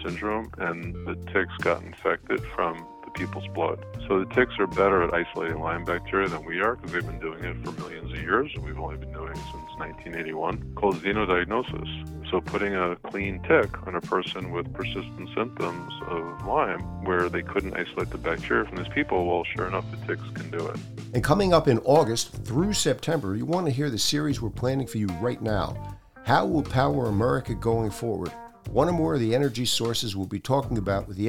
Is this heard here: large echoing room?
no